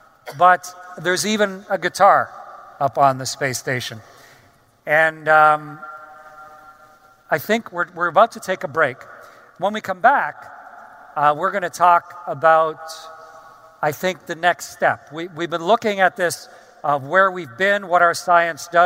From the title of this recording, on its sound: StarTalk Live! from Future Con